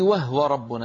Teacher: قالون يروي عن نافع تسكين الهاء في وهو